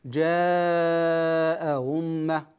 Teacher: وحكم الهمزة الثانية التسهيل بينها وبين الواو